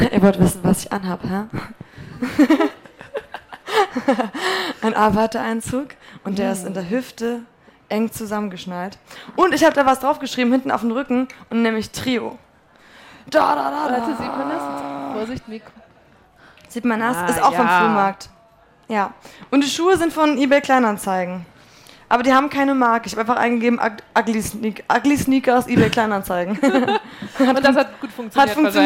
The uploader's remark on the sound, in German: Wir haben uns nämlich kurz nach ihrem Auftritt für diese Folge getroffen – das war quasi ihre Zugabe, auch live vor Publikum.